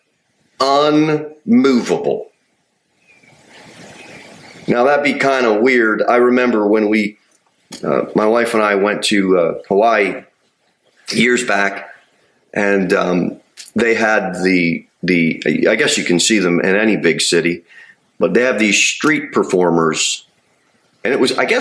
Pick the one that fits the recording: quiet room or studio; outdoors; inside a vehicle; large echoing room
large echoing room